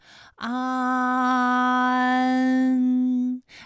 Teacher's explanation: 口型由开到合，舌位移动比较大